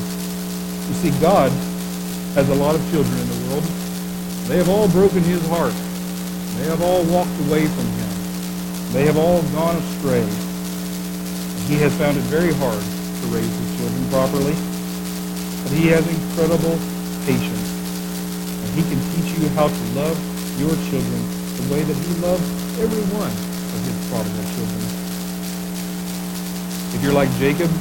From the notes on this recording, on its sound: We apologize for the poor quality audio.